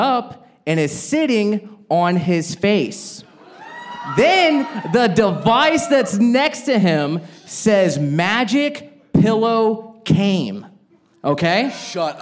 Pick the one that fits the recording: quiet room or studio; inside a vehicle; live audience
live audience